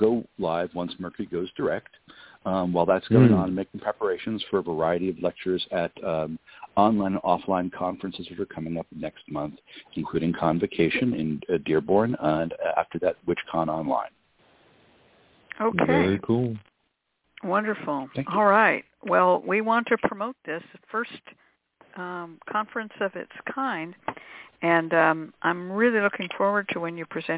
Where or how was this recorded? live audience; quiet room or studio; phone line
phone line